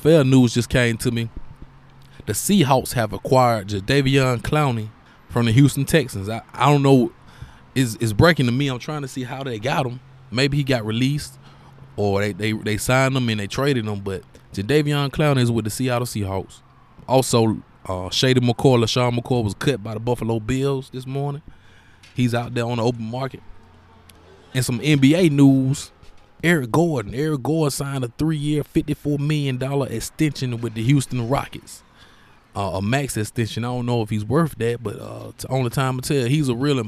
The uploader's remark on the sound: Live sports podcast episode from Exquisite Barber & Style in Montgomery, Alabama.